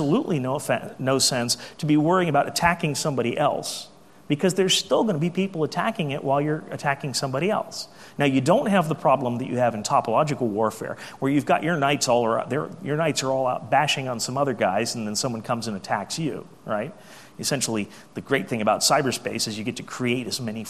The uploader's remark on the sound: AusCERT keynote speech